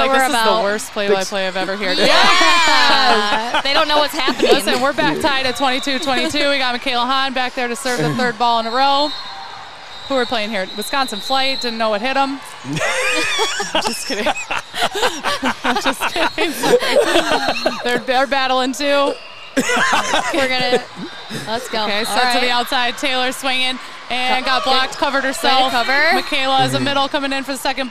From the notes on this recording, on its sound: at the Madtown Festival